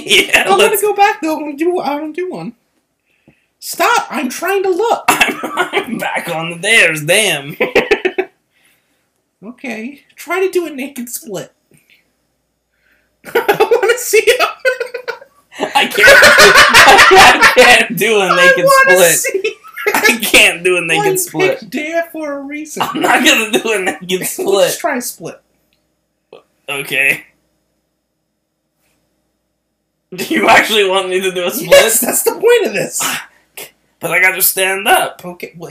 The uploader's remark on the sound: There are some known and unfixable audio errors.